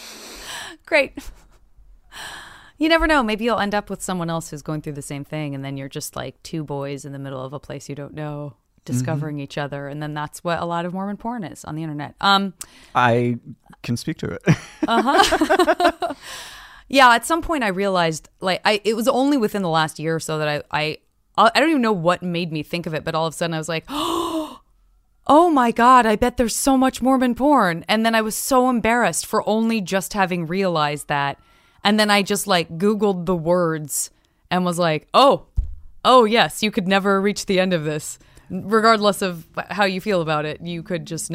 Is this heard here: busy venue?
no